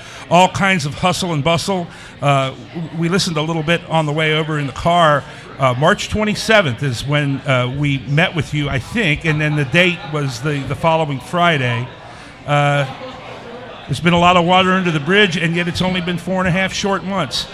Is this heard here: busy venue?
yes